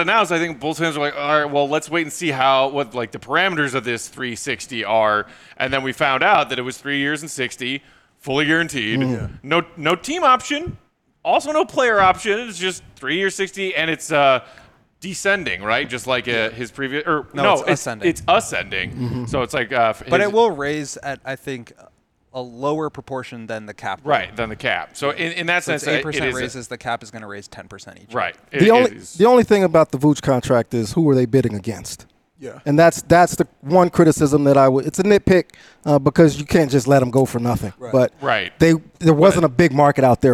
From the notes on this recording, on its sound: The CHGO Bulls crew are LIVE from the Legacy Club at Circa Resort & Casino!